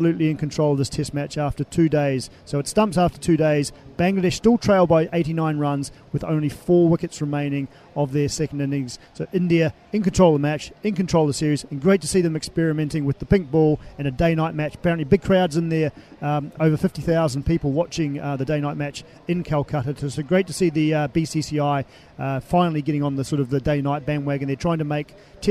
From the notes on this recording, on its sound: From the rooftop garden of Barasti